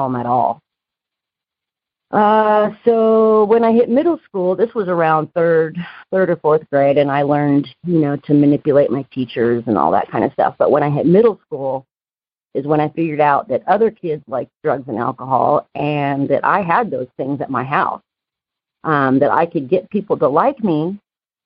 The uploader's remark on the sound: Noon Phone Speaker Meeting.